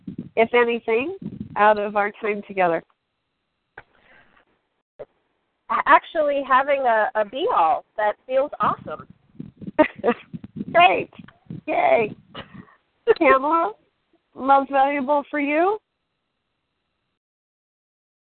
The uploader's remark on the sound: Team SAP Conference Call.